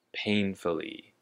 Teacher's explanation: the emphasis is on the first syllable. Pain. Painfully.